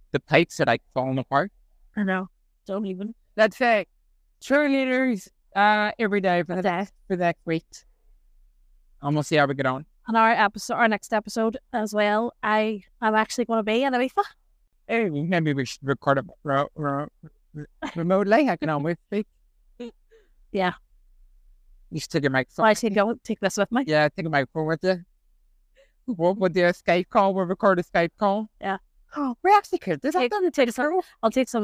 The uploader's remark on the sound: we taking our recording on and off the road